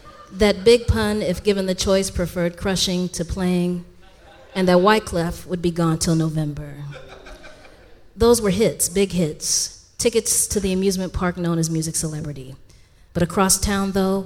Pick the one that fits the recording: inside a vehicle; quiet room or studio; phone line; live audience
live audience